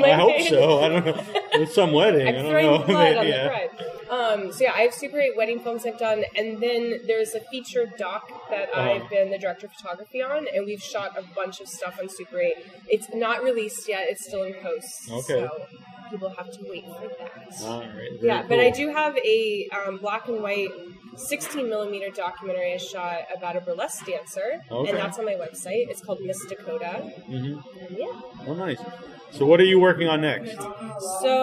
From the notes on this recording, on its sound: On location in Cambridge for The Boston Underground Film Festival. On location in Cambridge for The Boston Underground Film Festival. In person interview from BUFF 2019.